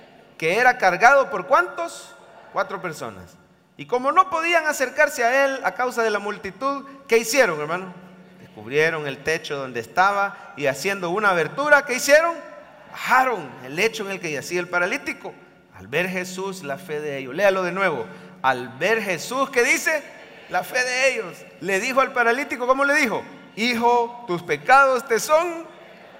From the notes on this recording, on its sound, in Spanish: En vivo desde el Centro Familiar de Adoración CEFADCHURCH, San Salvador, enero 2024